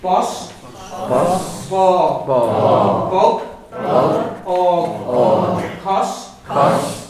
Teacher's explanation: in Ulster, the O, the long O is usually an open O